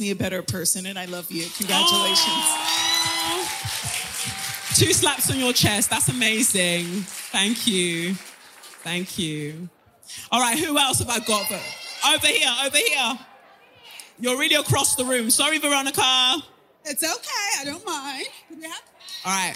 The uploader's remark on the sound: NYC LIVE SHOW